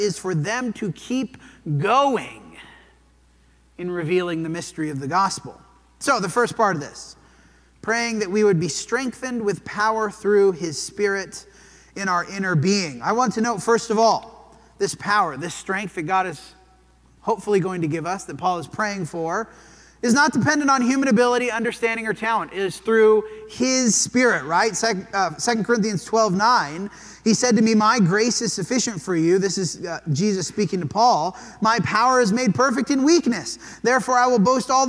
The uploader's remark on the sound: This sermon was preached at the Dewey Church of Christ on July 9, 2023.